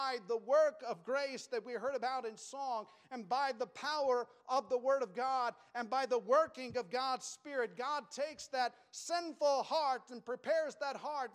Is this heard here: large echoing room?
yes